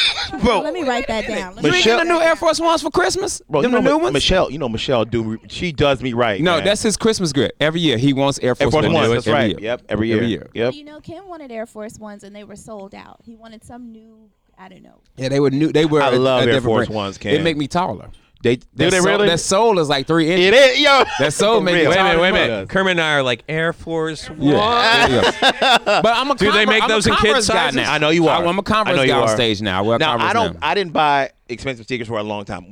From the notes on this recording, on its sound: this week we decided to broadcast live from the Orlando Improv.